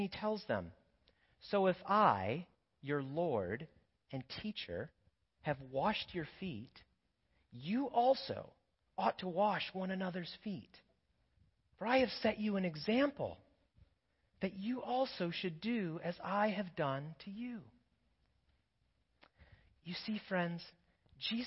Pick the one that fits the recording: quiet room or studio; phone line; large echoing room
large echoing room